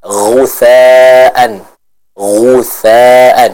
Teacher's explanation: kalau huruf ghain itu dibaca dengan suara yang agak pecah.